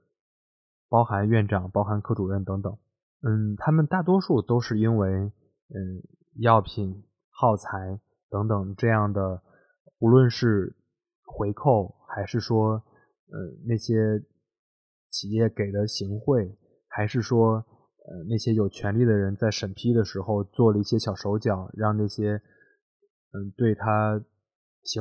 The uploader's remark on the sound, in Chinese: 希望大家体谅我的录音和剪辑